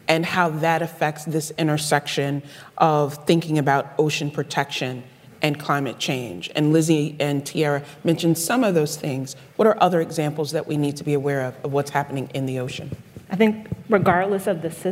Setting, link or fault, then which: setting, live audience